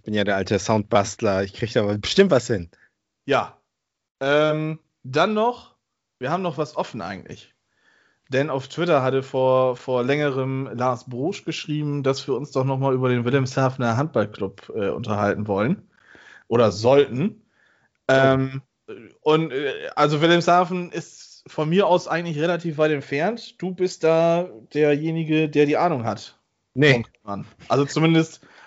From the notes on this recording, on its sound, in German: Aufgezeichnet am 12.05.2021 via Skype